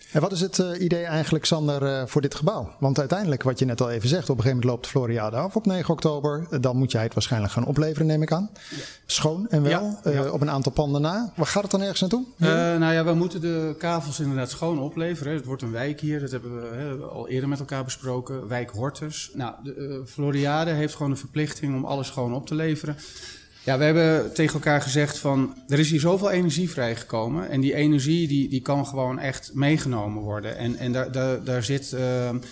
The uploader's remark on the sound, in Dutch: Een van de events op de Floriade Expo-terrein vond plaats op 24 augustus: het Floriade Hub Café. Een live-radioprogramma vanuit de Green Innovation Hub in The Natural Pavilion met muziek en aansprekende gasten uit de wereld van tech en innovatie.